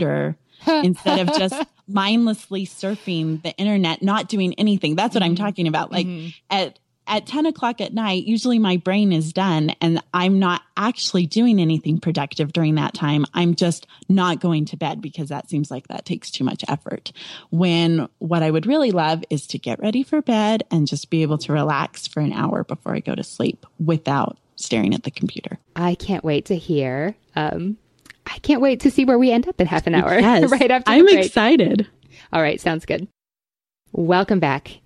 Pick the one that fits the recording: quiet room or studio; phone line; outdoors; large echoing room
quiet room or studio